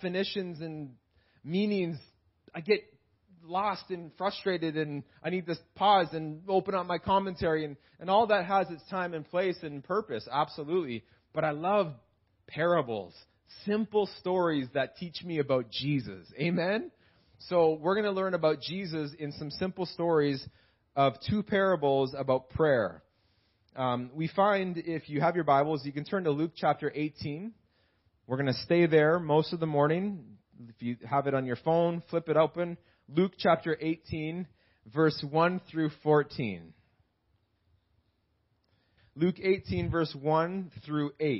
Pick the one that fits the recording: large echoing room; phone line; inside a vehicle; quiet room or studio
large echoing room